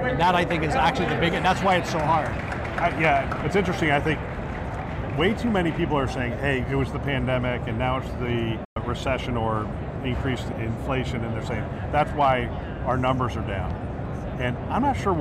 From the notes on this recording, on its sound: Interview in Action live from HLTH